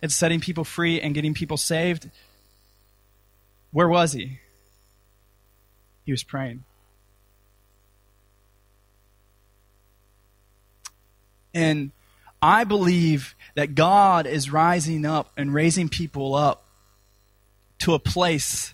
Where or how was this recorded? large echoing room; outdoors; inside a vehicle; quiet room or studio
large echoing room